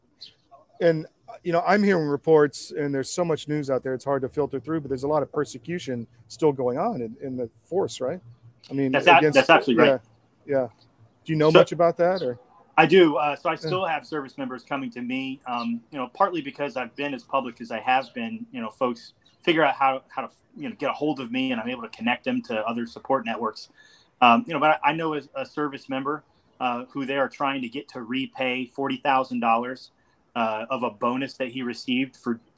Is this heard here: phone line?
no